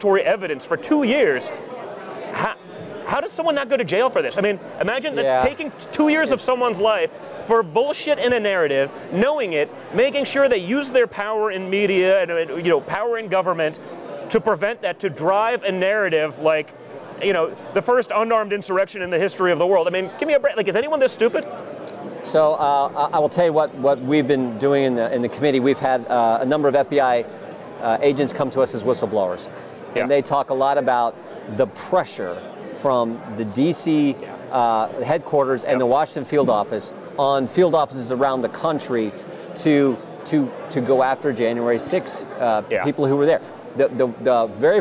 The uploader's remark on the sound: LIVE FROM CPAC